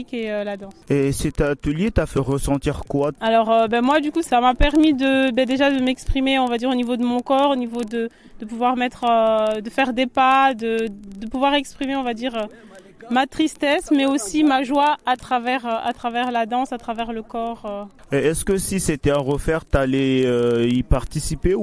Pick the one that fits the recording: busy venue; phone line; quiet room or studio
busy venue